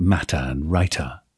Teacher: So very crisp T's wherever they occur in the word.